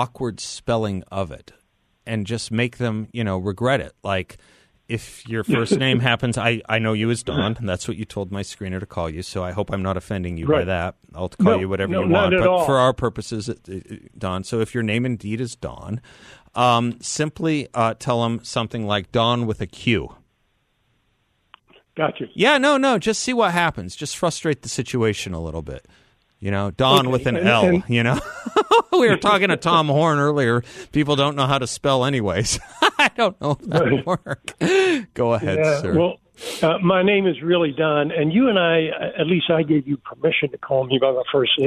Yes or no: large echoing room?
no